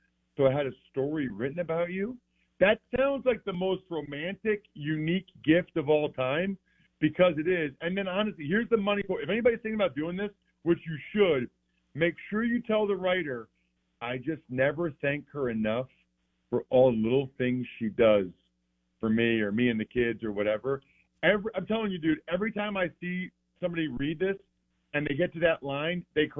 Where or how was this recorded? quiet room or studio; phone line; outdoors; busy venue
phone line